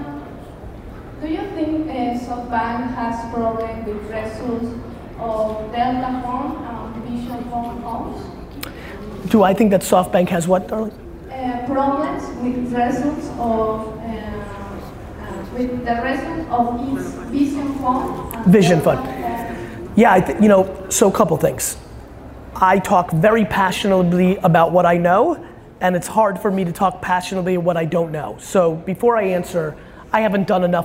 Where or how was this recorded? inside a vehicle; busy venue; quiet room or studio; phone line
busy venue